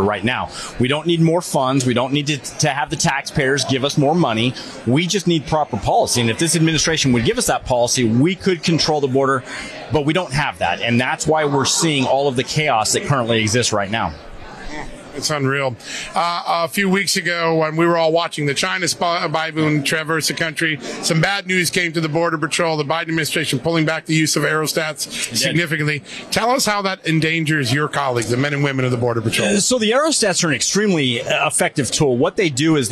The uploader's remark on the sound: Live from CPAC